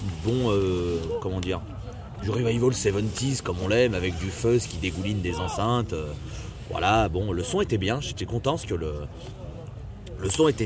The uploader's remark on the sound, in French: Les Enjoyés au Hellfest 2018. Il s'agit d'une review collective entre amis, enregistrée sur place, au jour le jour pendant le festival.